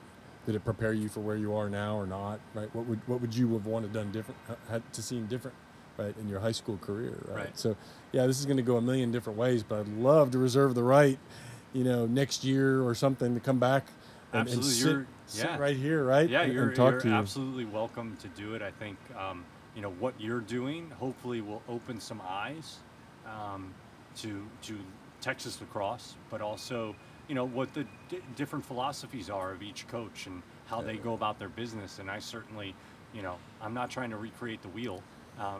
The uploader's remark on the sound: Conducting the interview on Caven Field and the soundtrack from the girls field hockey practice.